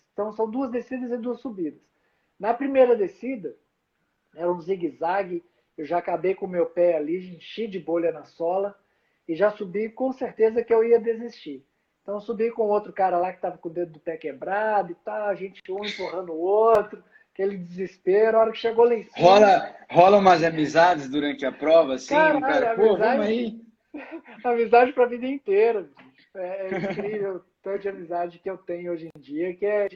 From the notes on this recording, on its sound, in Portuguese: durante uma live, que rolou em nosso Instagram